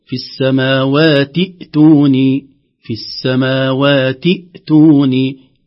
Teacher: سيتغير نطق هذه الكلمة، سنقول في السماوات إيتوني، في السماوات إيتوني، تسقط همزة الوصل ويبقى لنا الهمزة الساكنة في أول كلمة همزة إيتوني